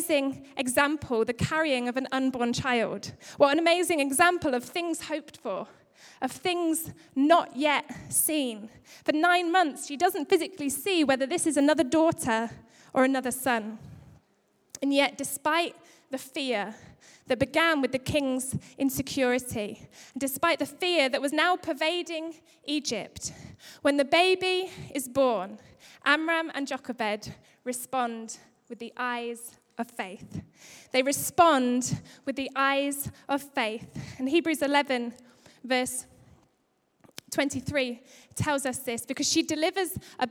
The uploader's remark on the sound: Recorded live at Life Church on Sunday 21st February 2016.